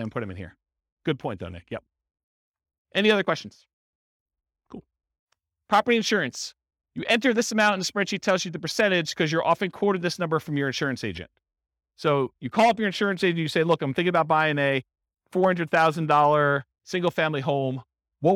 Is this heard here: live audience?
yes